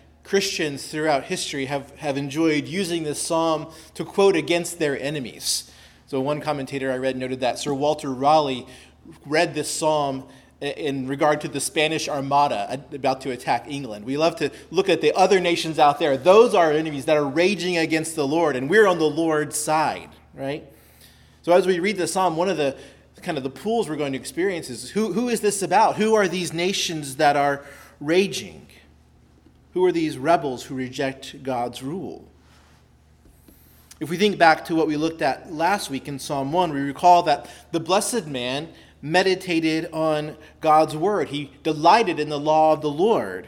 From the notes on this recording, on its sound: preached at Christ Our Savior Baptist Church